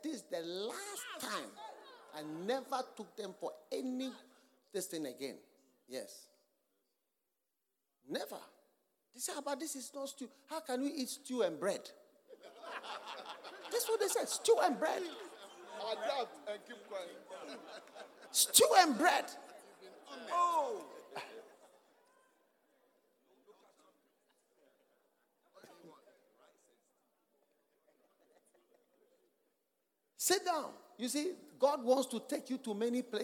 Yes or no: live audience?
yes